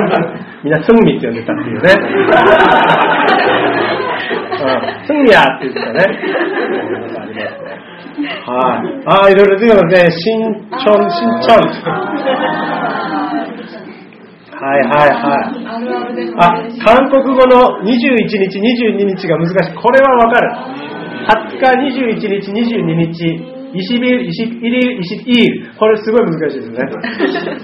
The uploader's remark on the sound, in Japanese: ソウル日和公開収録第2部の様子をお届けします。会場の皆さん、そしてUstreamで参加してくださったリスナーの皆さんからのバラエティー溢れる（？）質問。収録時間が長いため音質が低めになっています。ご了承ください。